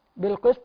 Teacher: عندنا القاف مكسورة لكنها تفخم